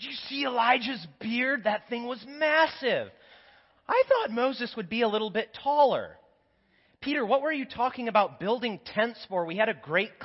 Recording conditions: large echoing room